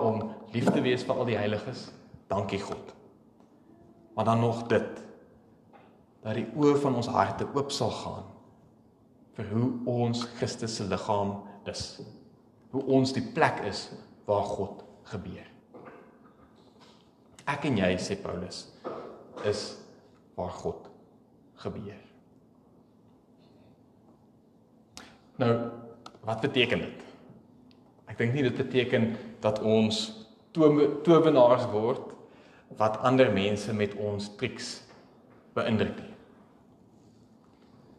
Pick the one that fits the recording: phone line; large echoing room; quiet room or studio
large echoing room